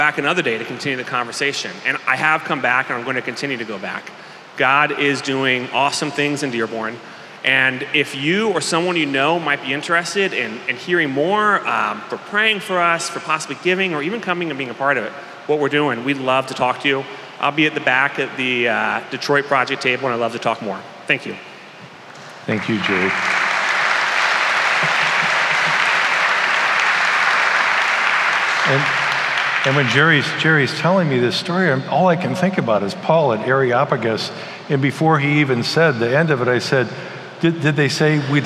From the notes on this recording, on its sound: keynote and breakout sessions from our annual conference at Redeemer Presbyterian Church in Detroit, MI.